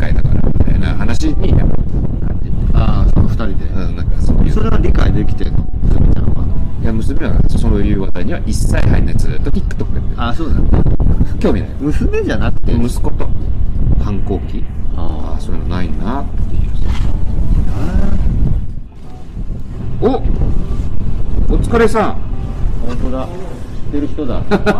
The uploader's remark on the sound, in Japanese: 屋外で収録したため、風の音などでお聞き苦しい箇所があります。ご了承ください。